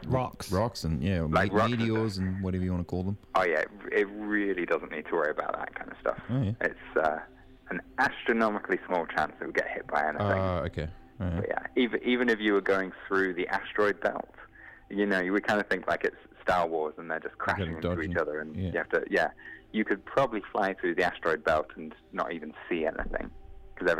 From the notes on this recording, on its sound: jumps on the phone